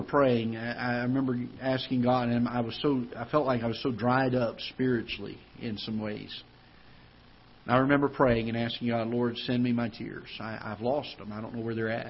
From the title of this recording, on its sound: Ketha Heights Baptist Church ~ Live Broadcast